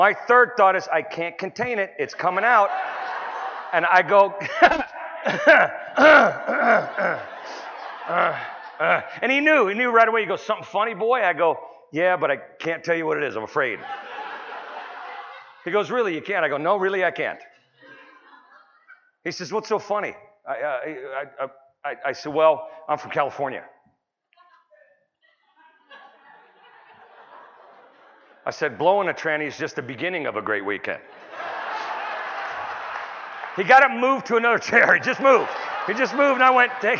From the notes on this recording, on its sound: Town Hall Presentation. Doing RC2C from San Antonio at the 42nd annual TAAP Conference in San Antonio, TX.